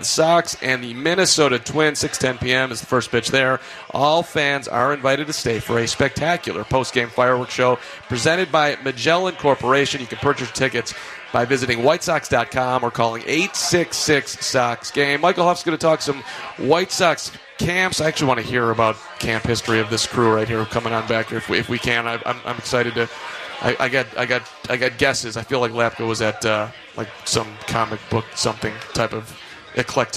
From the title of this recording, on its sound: LIVE From Cork & Kerry